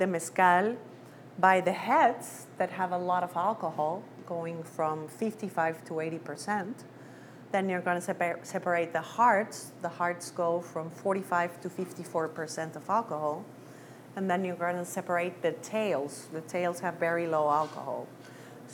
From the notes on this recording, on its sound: This episode is a recording of a presentation she did at The Lion Share in San Diego